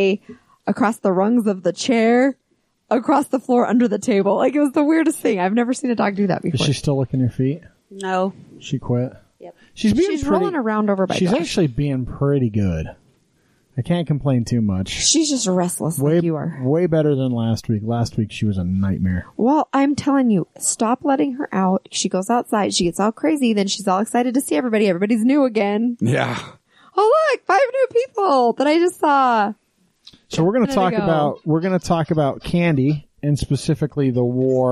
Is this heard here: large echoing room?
no